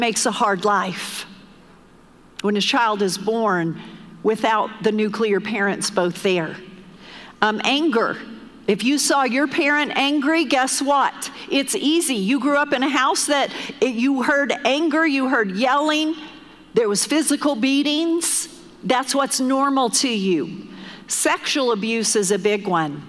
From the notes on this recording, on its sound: Recorded live during our Wednesday night service